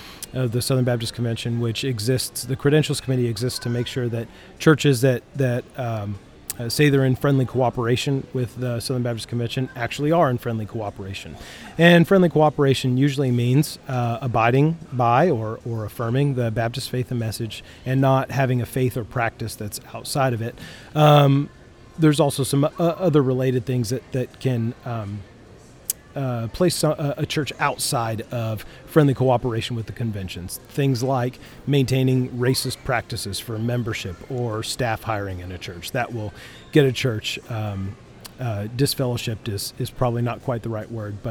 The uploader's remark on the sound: Live from Austin International Airport. Complete with Airport ambience courtesy of the great state of Texas.